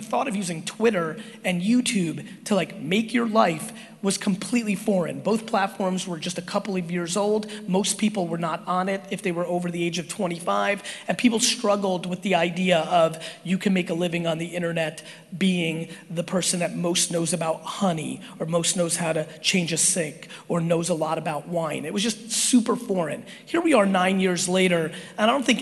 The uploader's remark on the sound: A Keynote at IMG EXPO 2018 in New Orleans